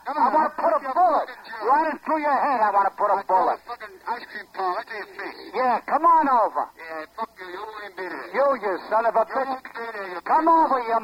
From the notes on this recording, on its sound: Prank Phone Calls. Tube Bar Tapes - Side B.